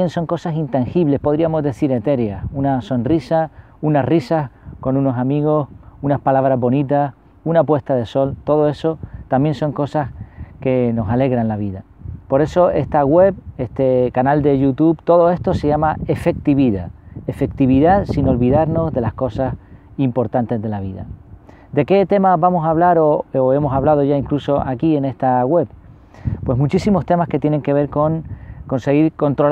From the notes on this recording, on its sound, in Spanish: Este video ha sido grabado en el barranco de Teror, con el puente de Arucas al fondo, y la montaña de Arucas a la izquierda. Y sí, aunque no lo parezca, había bastante viento.